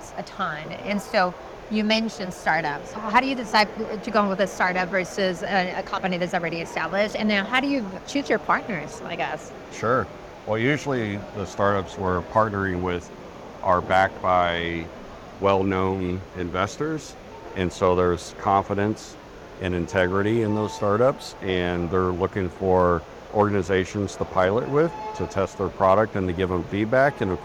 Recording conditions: busy venue